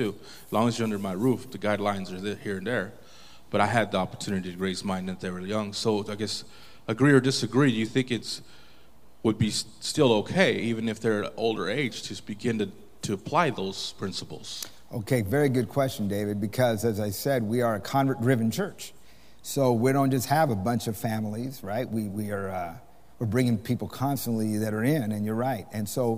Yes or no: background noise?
no